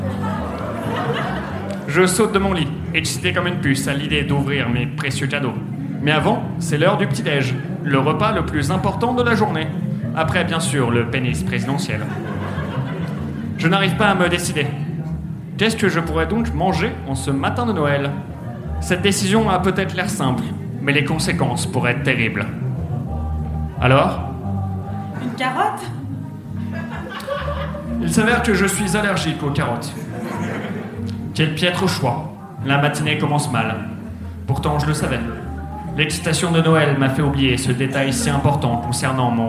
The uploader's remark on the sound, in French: Enregistré en live et en public à la Bellevilloise à l'occasion de la soirée spéciale Noël du One More Joke le 18/12/2018.